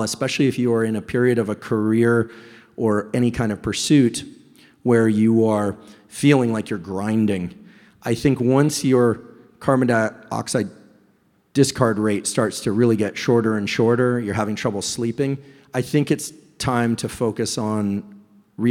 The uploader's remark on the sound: LIVE EVENT Q&A. Recently I had the pleasure of hosting a live event in New York, NY.